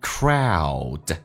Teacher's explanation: 美式发音先发梅花音那个 a，最后定位成 u